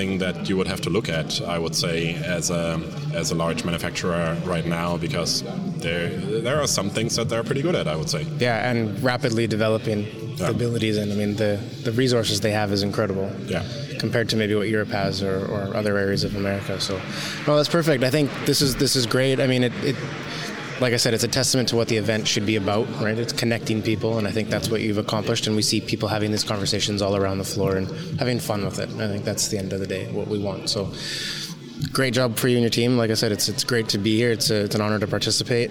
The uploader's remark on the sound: Recorded live from the show floor at AutoSummit 2023. At AutoSummit Hamburg!